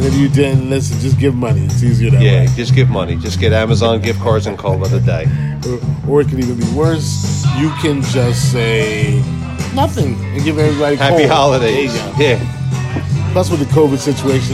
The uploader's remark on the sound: Live from da firkin tavern.